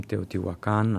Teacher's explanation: H v španščini je nem